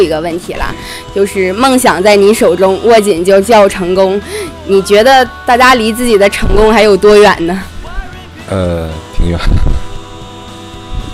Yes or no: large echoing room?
no